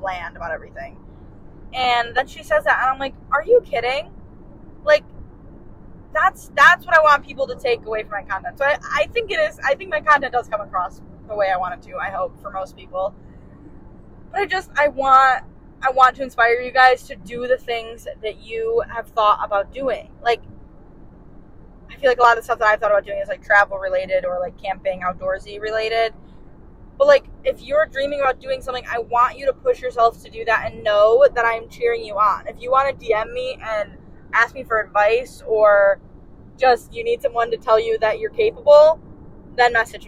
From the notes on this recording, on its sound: While in Alaska on a solo trip in September. Audio isn't the best quality.